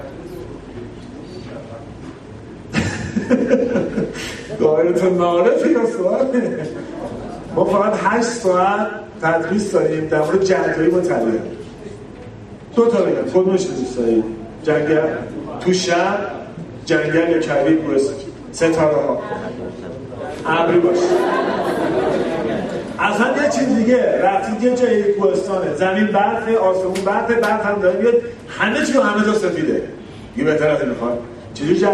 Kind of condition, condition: setting, busy venue